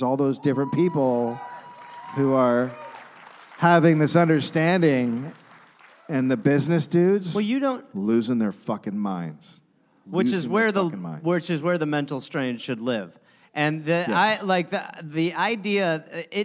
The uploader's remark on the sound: Recorded live in Sacramento, California.